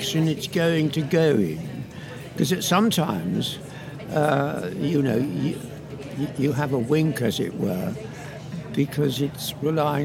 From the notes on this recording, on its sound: With apologies for the loud background noise - the festival is a wonderful, vibrant and busy place! With thanks to the BBC and The Hay Festival for their help with this.